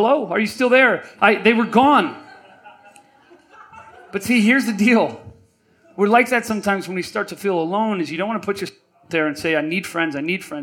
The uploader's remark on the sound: We recorded this talk live at the Bootleg Theater in Los Angeles.